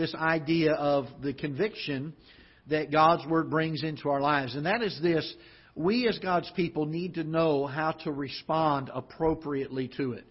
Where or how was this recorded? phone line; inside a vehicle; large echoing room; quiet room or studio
large echoing room